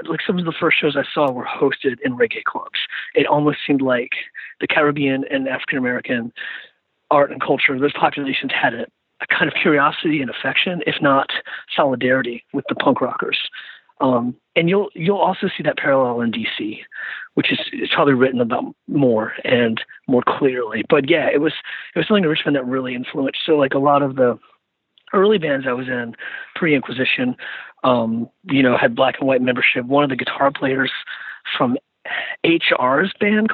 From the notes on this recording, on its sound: jumped on the phone with me